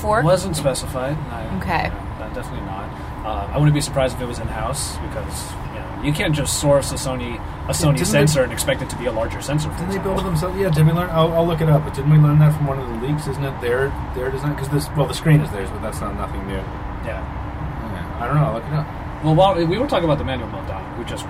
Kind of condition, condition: fault, sounds in the background